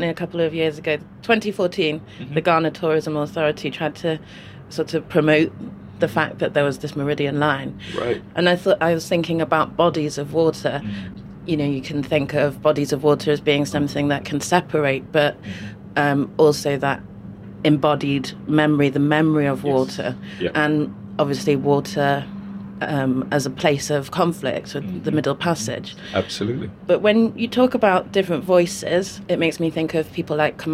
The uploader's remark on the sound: As they travel from Greenwich Peninsula to the Royal Docks. Taking the IFS Cloud Cable Car across the river.